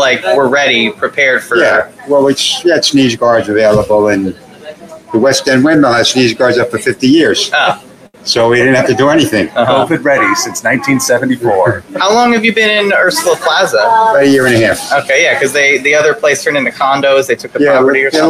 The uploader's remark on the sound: Live! from Windmill, Long Branch Distillery